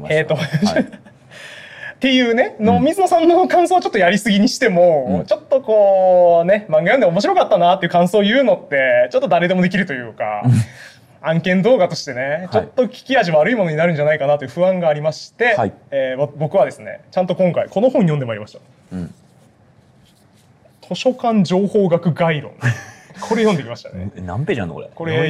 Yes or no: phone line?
no